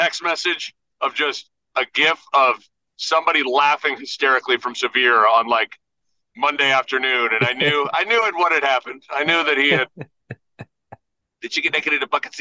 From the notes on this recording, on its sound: Is in the car headed to another game. Has bad Zoom audio.